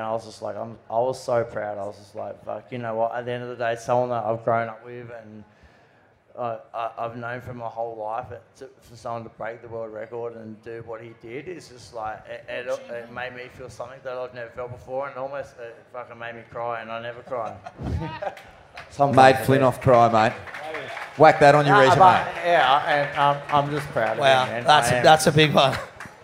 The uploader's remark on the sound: A gala evening of Peeeeeyeeewer GRIT!!!! LIVE from the Cronulla RSL.